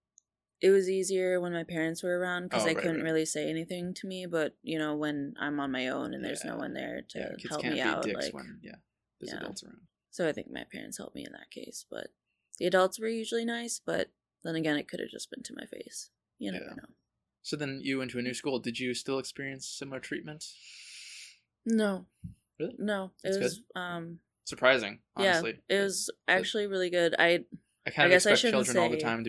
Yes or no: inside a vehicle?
no